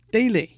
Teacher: daily 是重轻，went to 是重轻的组合